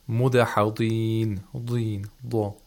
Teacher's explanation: The dad was pronounced with the lowest level of tafkhim.